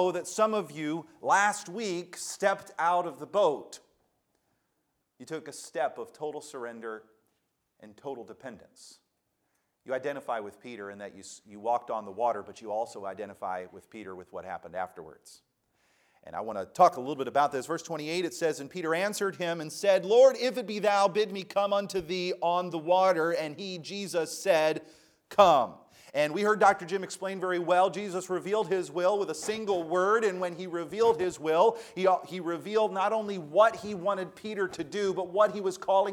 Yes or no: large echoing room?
yes